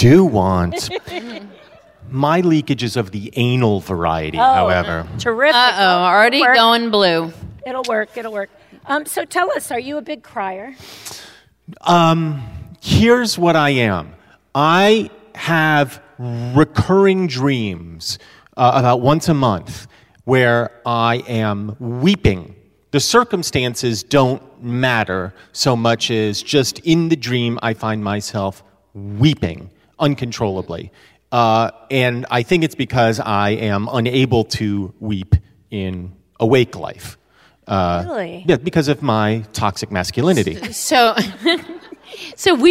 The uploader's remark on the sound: Recorded live. Crybabies Live at the Bard.